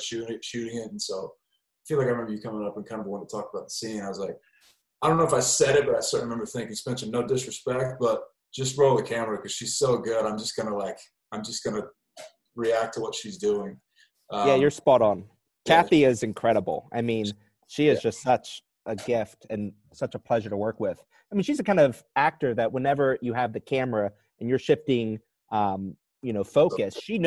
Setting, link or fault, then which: link, video call